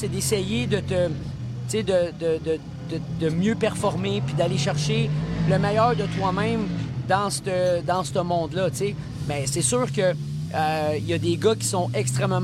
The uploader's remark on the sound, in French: Nous sommes en direct du Rpm Speedway pour lancer officiellement le Défi Urbain Chevrolet. Les pilotes invités qui participeront aux courses qualificatives sont en piste pour se familiariser avec les voitures avant la course de samedi soir.